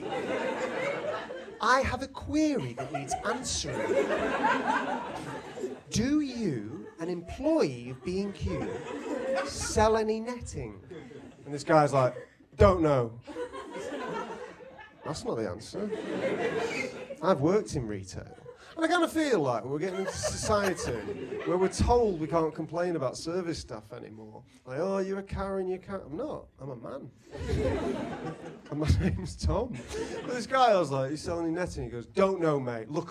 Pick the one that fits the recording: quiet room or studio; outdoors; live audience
live audience